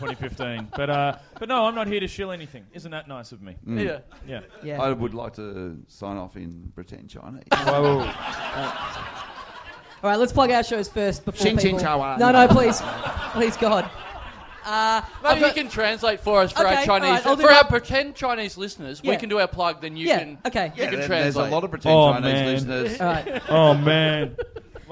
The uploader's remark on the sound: Recorded LIVE at Five Boroughs in Melbourne.